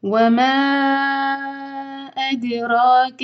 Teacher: وما ما ہم چار حرکہ کھینچیں گے. یہ ہے مد منفصل.